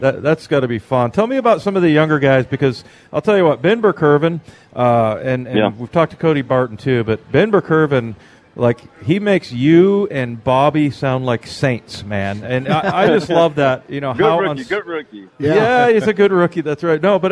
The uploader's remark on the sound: live at Snoqualmie Casino